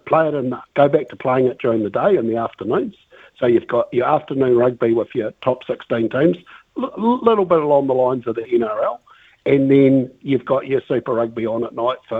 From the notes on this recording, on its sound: opens the phone lines to ask the listeners